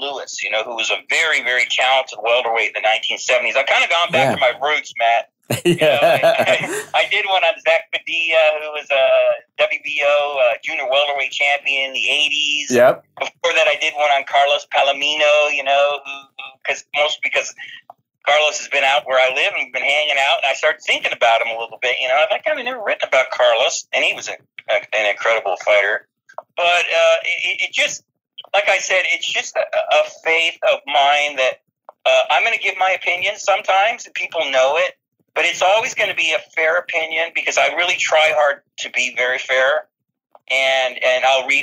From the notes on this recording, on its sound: Phone interview for The Weigh-In Podcast.